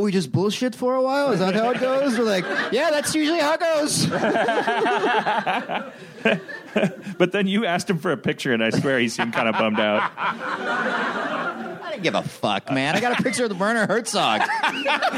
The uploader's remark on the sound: Recorded at ATX Television Fest in June 2015.